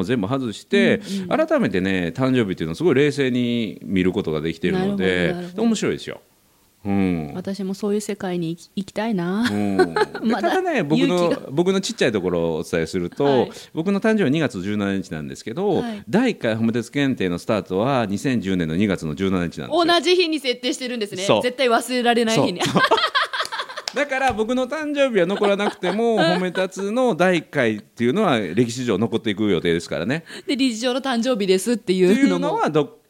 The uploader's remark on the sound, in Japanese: 今日ほめ が大阪に行きます！公開収録、やります！